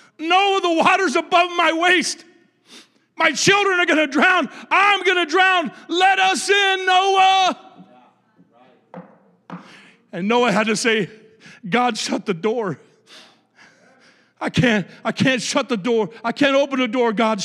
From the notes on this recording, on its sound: a service recording from Connect Point UPC